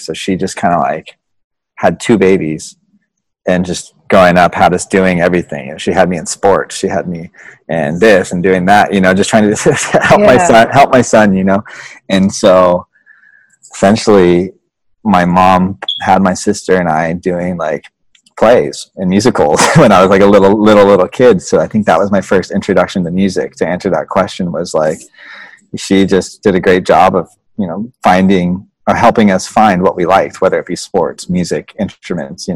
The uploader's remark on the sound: done via Zoom of course